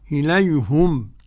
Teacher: إليهم قرأ حمزة ويعقوب بضم الهاء